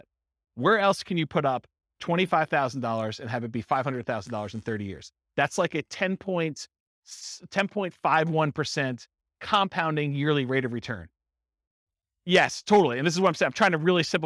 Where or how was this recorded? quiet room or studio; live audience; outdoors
live audience